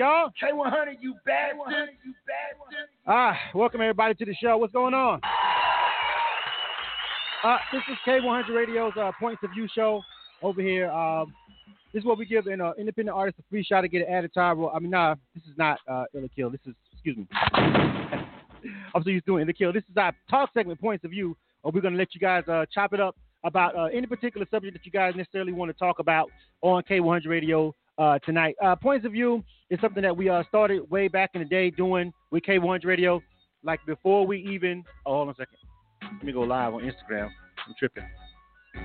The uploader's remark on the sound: This live talk radio show features various subject matters, special guests and also live calls from our listening audience.